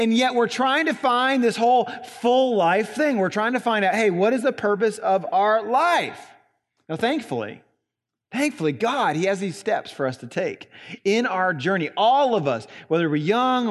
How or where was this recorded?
large echoing room